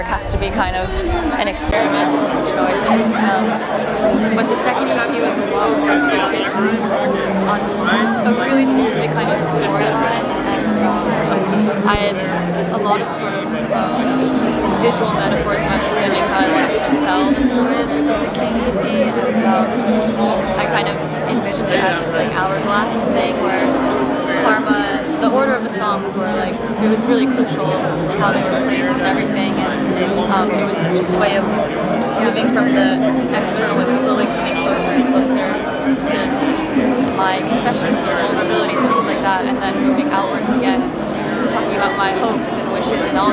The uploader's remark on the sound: Recorded in Austin during SXSW. This 88FIVE LIVE comes from our recent trip to Austin for SXSW 2022!